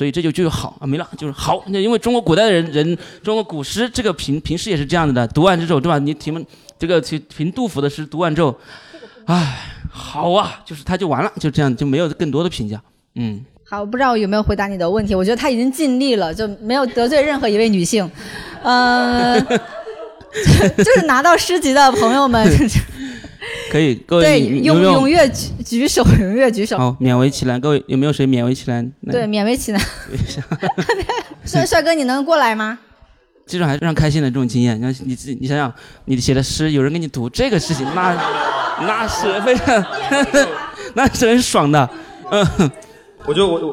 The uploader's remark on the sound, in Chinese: 这期节目是6月18号寻麓书馆开垦文化日其中一场线下活动剪辑